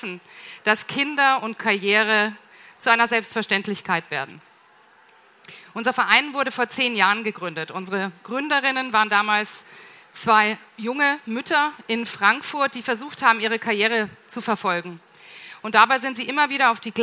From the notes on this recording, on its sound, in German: Eine Diskussion im Panel und mit dem Publikum